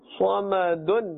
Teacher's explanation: صاد is part of the حروف المستعليه recited with a full mouth.